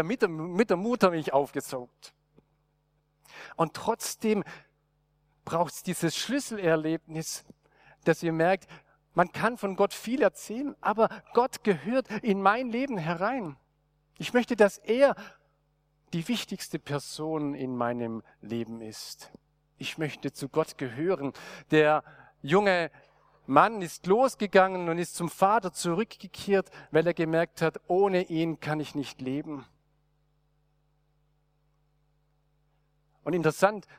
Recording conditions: large echoing room